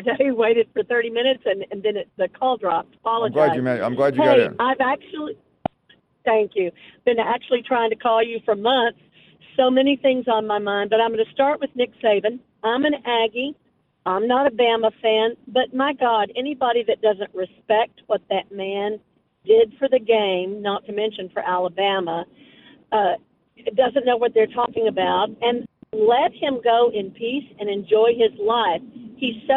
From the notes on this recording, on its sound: We wrap the show up with an hour of your phone calls